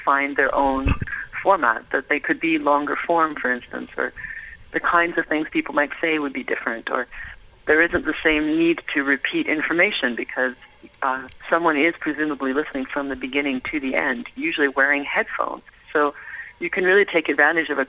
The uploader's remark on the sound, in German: Am Telefon, als sie gerade Santa Cruz (Kalifornien) unsicher machte.